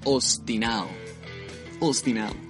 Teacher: No se pronuncia nunca, nunca, nunca en Costa Rica con B. O por lo menos yo nunca he escuchado esa B.